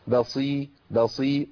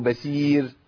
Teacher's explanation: بصير لا، ما فخمش الباء لأن الباء حرف مرقق. بصير بصير، والصاد مكسورة عندي فهي ليست قوية بالقوة اللي بيتمثل فيها الحرف في حال حركة الفتح أو الضم · Shown in: first take · يعني الصاد لما تكون مفتوحه ومضمومه تبقى قويه جدا، لكن لما تكسر تبقى ضعيفه، لكن ضعفها مش كبير لكنها ضعيفه.